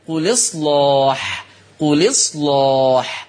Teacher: هعمل نقل فتبقى اللام مكسورة، وما ننساش ان كان من ضمن قواعدنا تغليظ اللام، قل اصلاح، قل اصلاح.